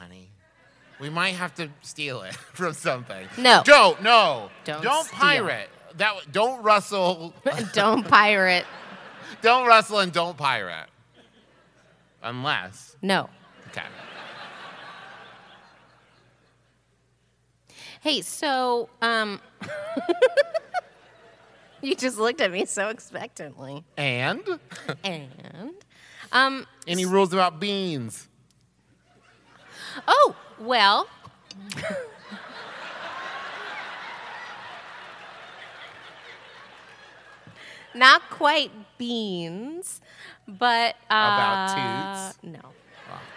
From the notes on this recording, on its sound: We recorded this one LIVE in Houston!